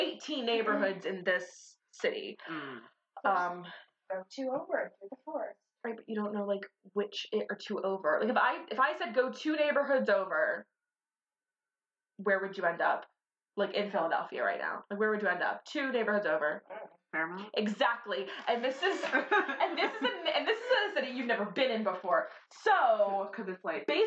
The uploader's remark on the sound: The Shitty Audio Episode